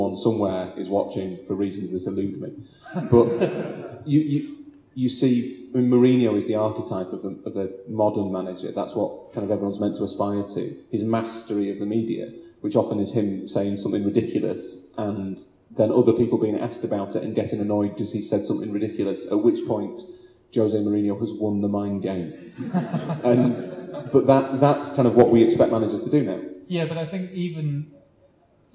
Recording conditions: poor sound quality